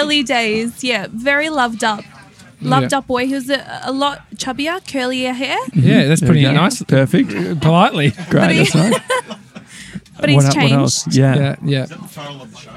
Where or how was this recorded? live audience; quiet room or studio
live audience